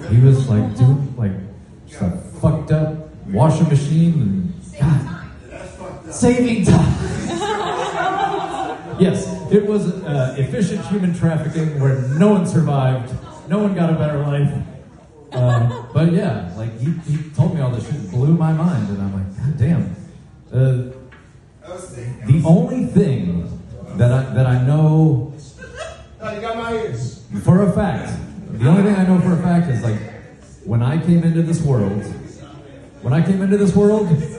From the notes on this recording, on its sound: We bring you the live entertainment from an open mic at Leaves and Roots-Ft. Lauderdale, FL.